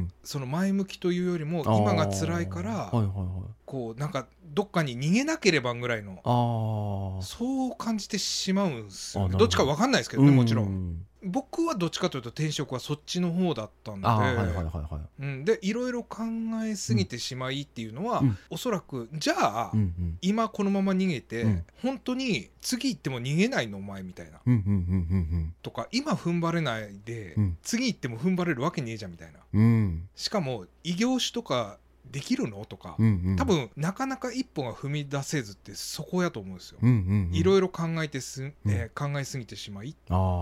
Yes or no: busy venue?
no